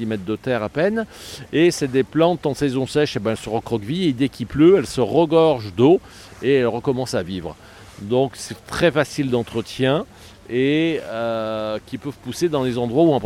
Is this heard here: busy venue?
yes